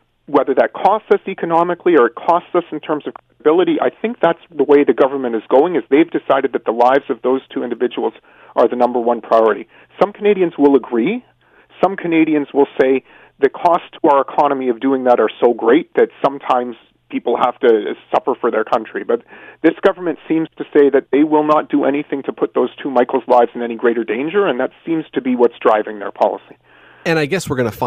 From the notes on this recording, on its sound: opens the phone lines to get your thoughts and opinions.